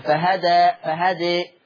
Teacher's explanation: مع ملاحظة الفتح والتقليل في لفظ فهدى